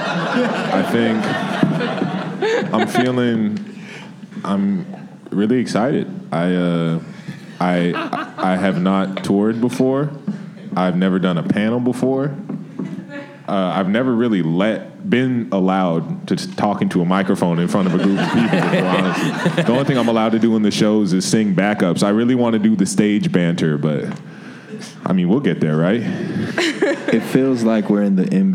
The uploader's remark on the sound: At a panel recorded at the Ace Hotel in Chicago